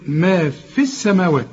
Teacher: إذا وقفت تقول ما في، إذا وصلت هتلغي الياء لأنها ساكنة